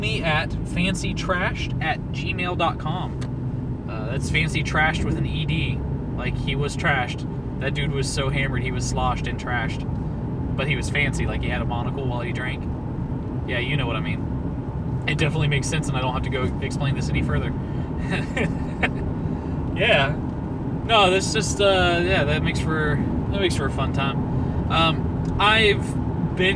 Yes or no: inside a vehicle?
yes